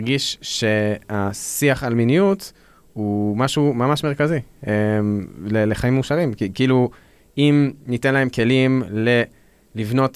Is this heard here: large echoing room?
no